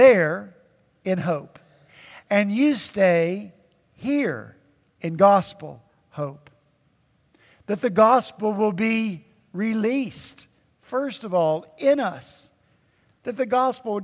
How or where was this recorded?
large echoing room